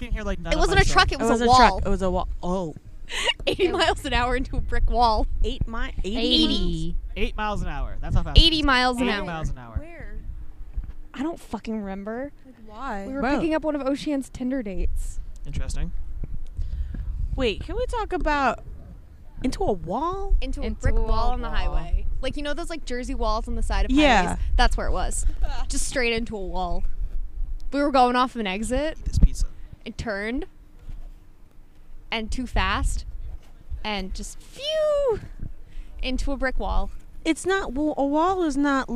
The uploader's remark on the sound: Today we were outside, that's the whole concept, just being outside. Sit across the path from the Silver Sands food truck and just have a chat with anyone who decided to walk up, mostly familiar voices.